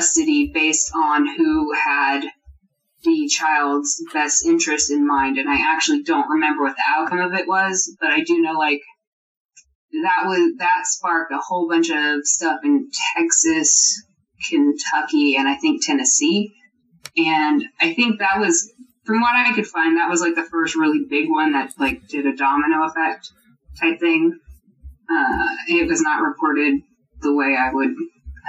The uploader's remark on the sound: Unfortunately, we had a little trouble with our computer and had to rely on Skype to record our audio. As a result, it sounds awful and we apologize.